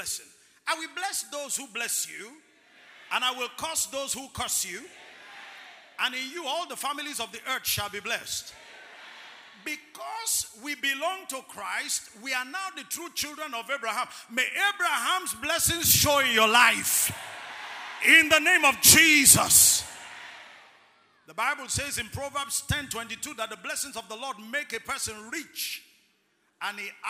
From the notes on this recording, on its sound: ministering during Word Explosion Conference on 18-04-2019